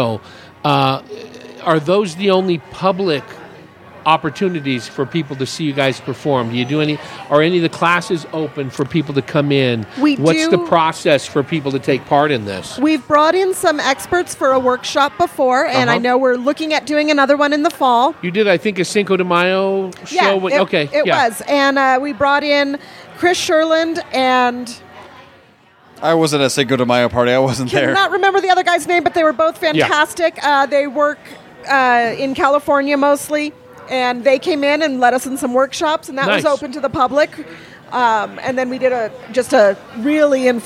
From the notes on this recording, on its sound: Recorded at The Raven Café in Prescott. Recorded at The Raven Café in Prescott.